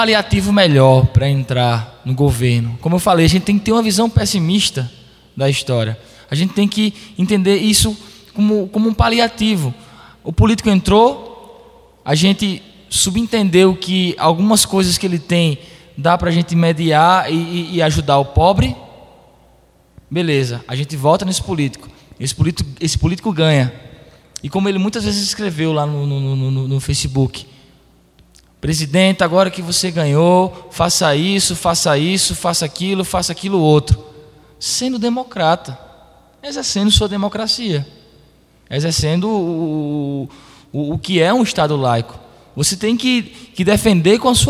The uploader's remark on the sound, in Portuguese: Debate. Além da participação do público presente.